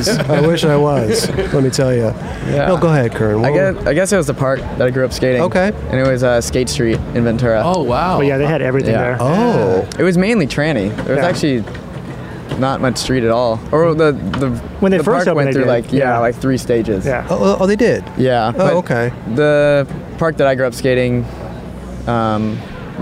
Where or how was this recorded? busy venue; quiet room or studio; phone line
busy venue